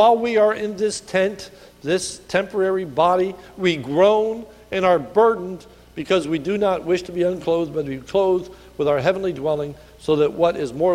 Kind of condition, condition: setting, large echoing room